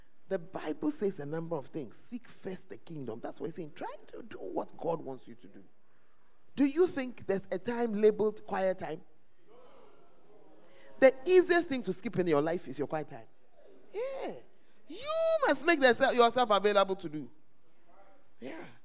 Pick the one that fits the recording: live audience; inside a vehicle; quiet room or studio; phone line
live audience